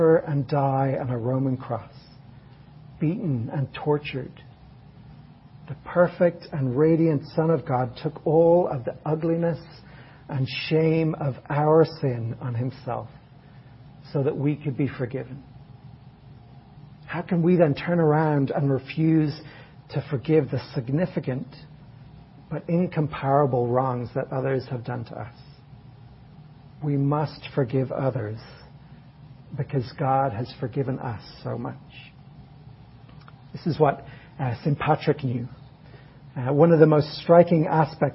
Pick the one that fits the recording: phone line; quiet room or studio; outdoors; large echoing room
large echoing room